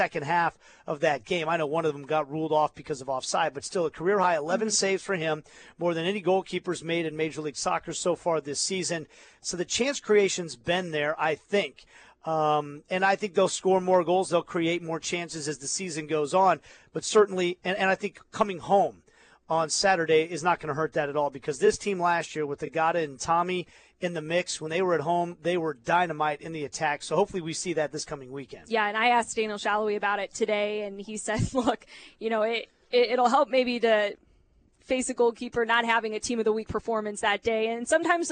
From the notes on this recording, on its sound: live from media day